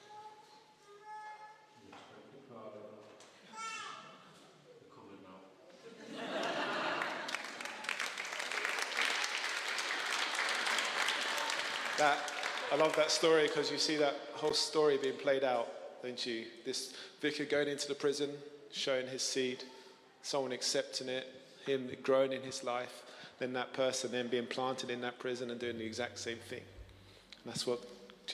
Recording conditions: large echoing room